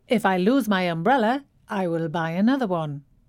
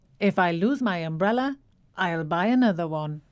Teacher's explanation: So will is shortened to just a ul sound.